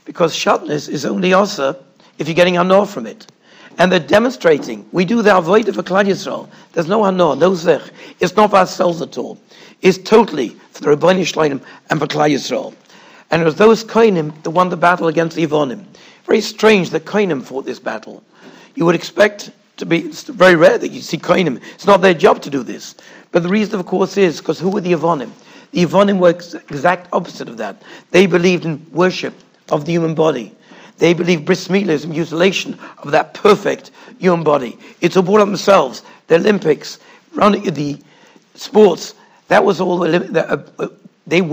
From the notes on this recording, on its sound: Shiur recorded in Yeshivas Ohr Reuven, Monsey, NY